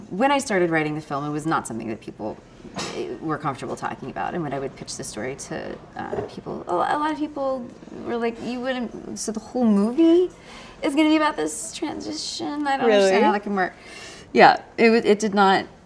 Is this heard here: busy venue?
yes